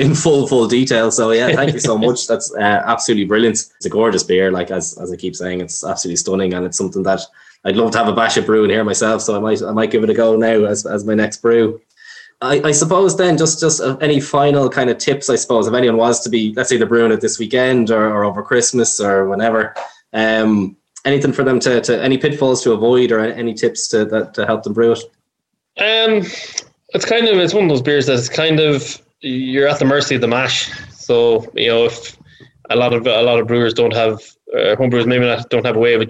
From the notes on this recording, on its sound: This episode is slightly different to our previous podcast episodes, as it was recorded during a live online event that we hosted previously. We shared the recipe on screen as we chatted through it, so you may hear some references to that.